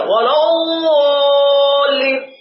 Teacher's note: إنما هي ضاء خرجت من الحافتين، حافتي اللسان · Term: حرف الضاد